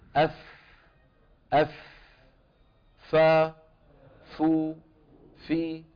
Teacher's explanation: تخرج من باطن الشفة السفلى مع أطراف الثنايا العليا · Term: الفاء